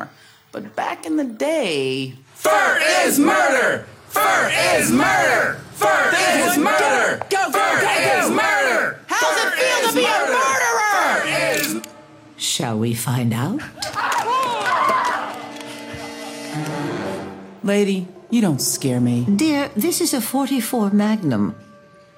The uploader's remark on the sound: taped this past Sunday at the Los Angeles Podcast Festival